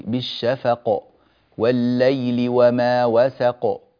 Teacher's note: يعني القلقلة تكون واضحة أكثر من القلقلة التي في وسط الكلام · Term: قلقلة كبرى